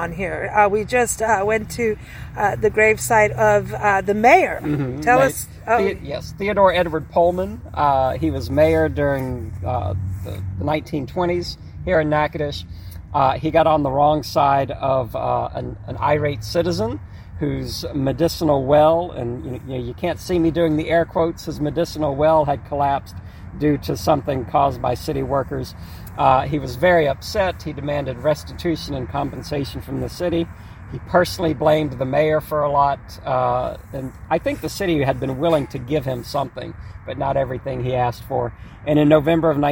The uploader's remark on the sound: Recorded onsite at the historic American Cemetery